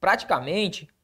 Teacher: a sílaba tônica é o men